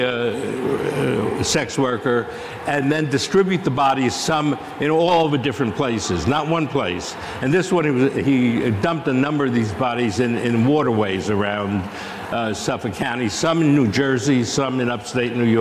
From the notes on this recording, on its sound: Live From CrimeCon 2023. CrimeCon partnered with Fox Nation to livestream select sessions over the weekend.